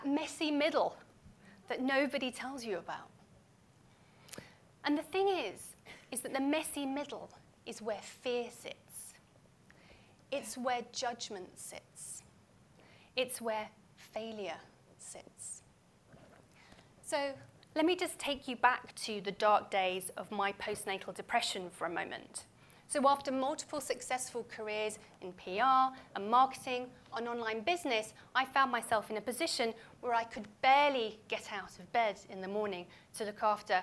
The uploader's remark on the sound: Now, this was a live talk so you’ll hear some laughter and clapping and the sound is a bit different to what you might be use to on the show, but I hope you still enjoy it.